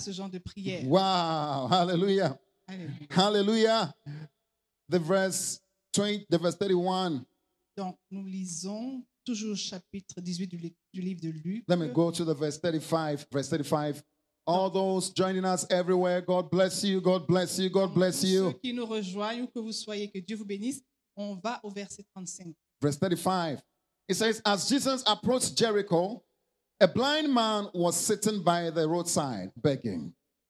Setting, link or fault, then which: setting, large echoing room